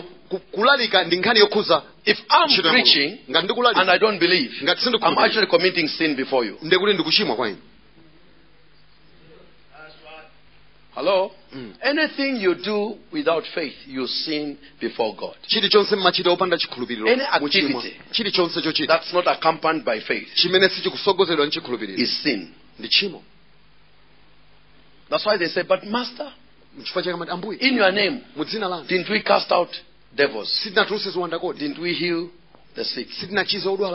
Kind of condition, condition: setting, large echoing room